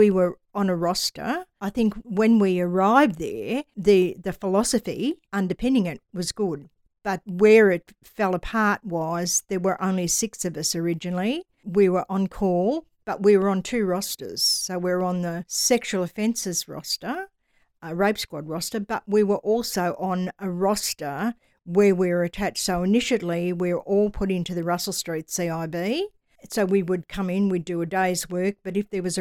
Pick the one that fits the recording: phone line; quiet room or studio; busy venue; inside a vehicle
quiet room or studio